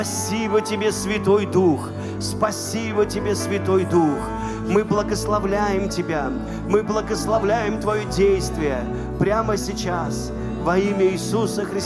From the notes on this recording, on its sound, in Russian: Запись с утреннего служения, ежегодной молодёжной конференции "Открытое Небо 2022.